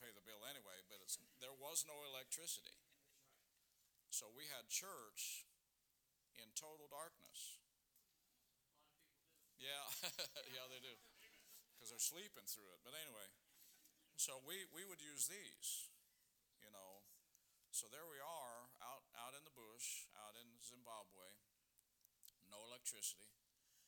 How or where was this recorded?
large echoing room